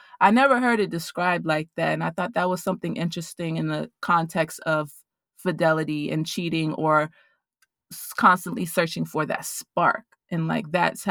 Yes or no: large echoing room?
no